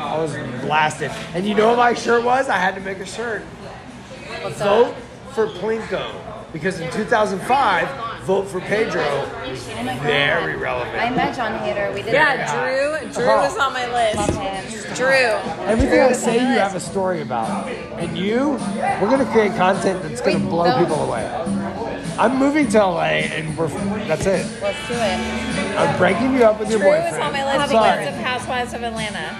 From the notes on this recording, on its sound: LIVE from The New Potato in downtown HTX